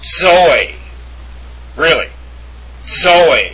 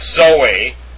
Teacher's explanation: With a DZ sound for the zeta. · Shown in: first take